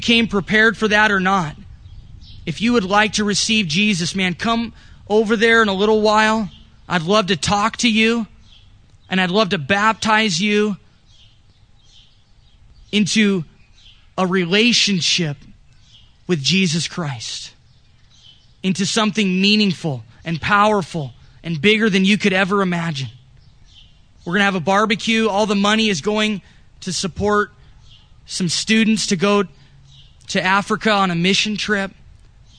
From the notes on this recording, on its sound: This recording was done during our church in the park, July 5th.